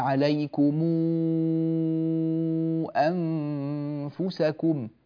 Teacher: ميم الجمع توصل بواو مادية مقدارها ست حركات إن جاء بعدها همزة